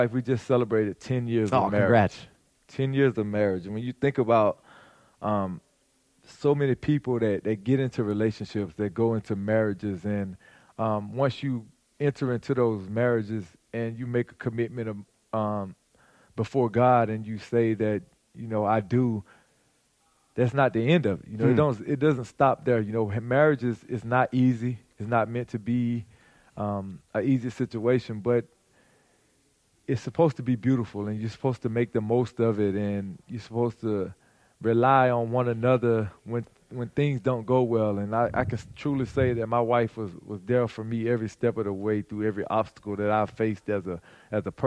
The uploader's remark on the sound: joined us backstage at the ManUp Charlotte Conference.